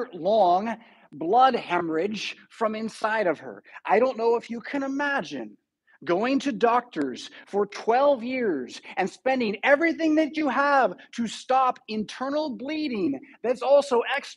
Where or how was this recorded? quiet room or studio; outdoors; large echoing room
large echoing room